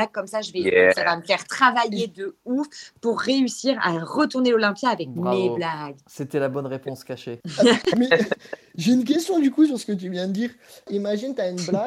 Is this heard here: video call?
yes